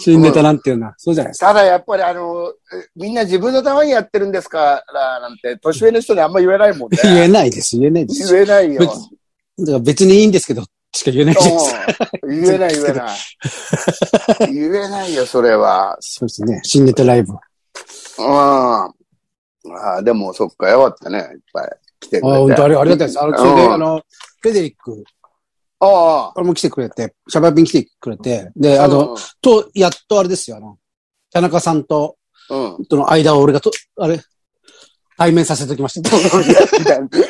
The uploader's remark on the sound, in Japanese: ZOOMで収録